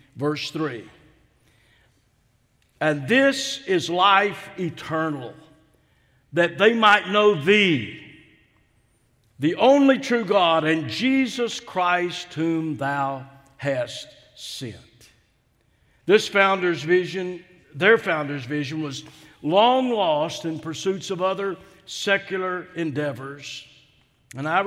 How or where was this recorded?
large echoing room